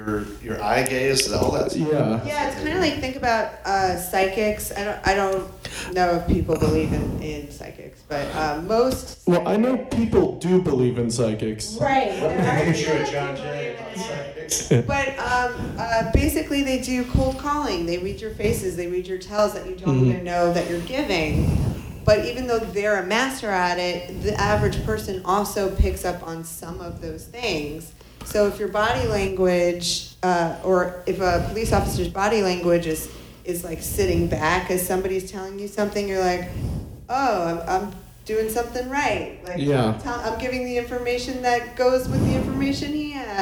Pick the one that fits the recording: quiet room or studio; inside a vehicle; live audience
live audience